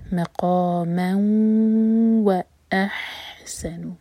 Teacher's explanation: heavy मकामन मीम पर फतह की तनवीन साथ में वाओ तो हम करेंगे इदगाम गुन्ना के साथ टाइम देंगे दो सेकंड्स का वाओ मिलाकर पढ़ेंगे मकामन व अहसनु हलक से ये हा नहीं